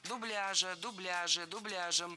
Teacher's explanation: за этим словом было закреплено неподвижное ударение на втором слоге. Дубляжа, дубляжа, дубляжем.